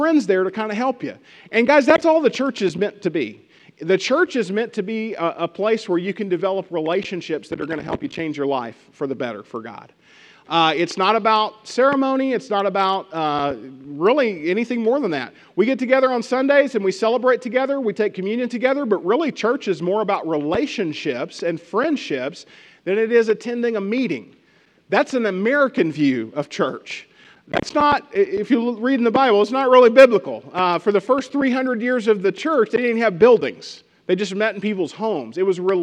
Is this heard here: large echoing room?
yes